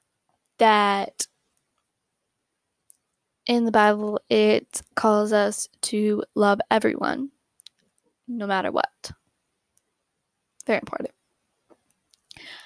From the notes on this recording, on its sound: Sorry for the microphone noises you may hear throughout the episode!!